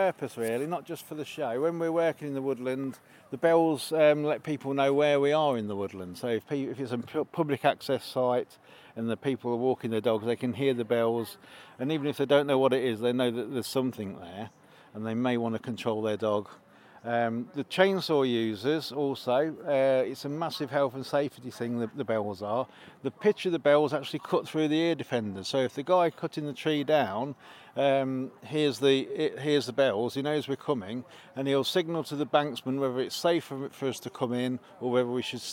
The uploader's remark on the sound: At the Timber Festival this summer in Leicestershire. At the Timber Festival this summer in Leicestershire.